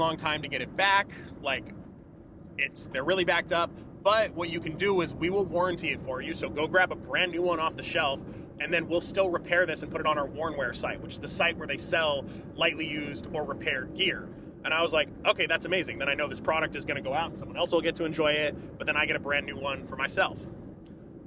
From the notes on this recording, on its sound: The podcast crew is on the move! We are recording from the car this week.